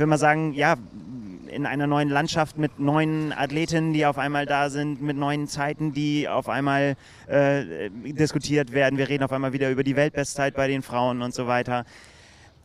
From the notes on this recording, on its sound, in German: Video-Podcast aus Frankfurt. Live auf dem Parktplatz vor der Siegerehrung des Ironman Frankfurt.